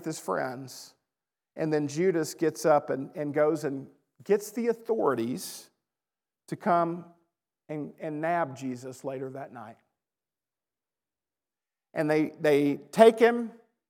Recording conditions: large echoing room